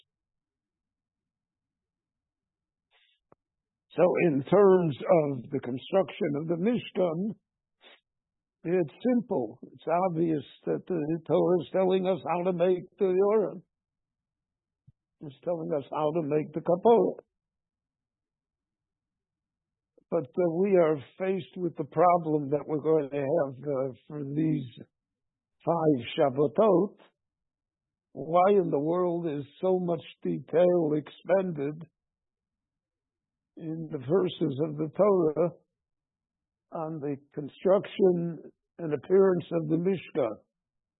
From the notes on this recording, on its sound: This class was recorded live at Beit Knesset HaNassi in Jerusalem.